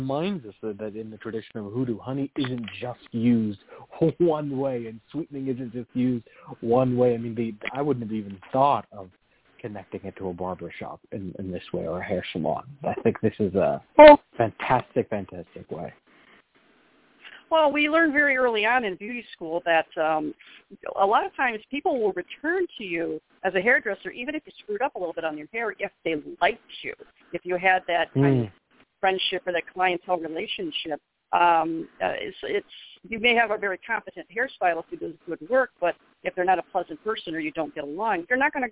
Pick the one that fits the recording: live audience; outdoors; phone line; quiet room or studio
phone line